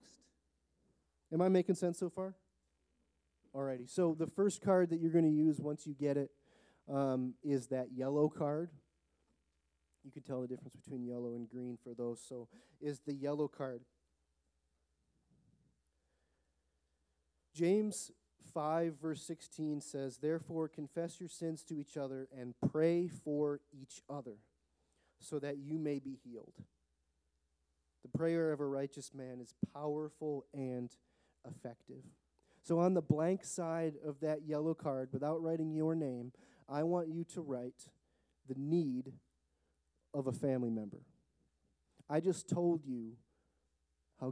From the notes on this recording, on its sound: The recording of the Thursday night prayer gathering